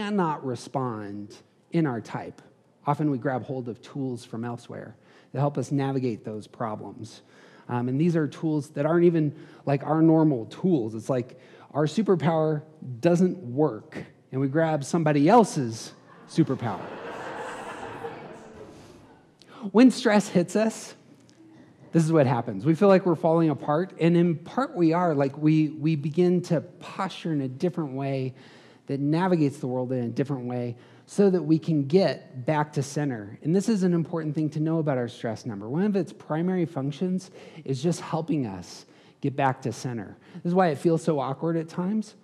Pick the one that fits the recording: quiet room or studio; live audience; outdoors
live audience